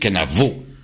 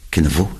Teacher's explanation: Un V bilabial. Un V bilabial et non pas la biodentale. · Shown in: second take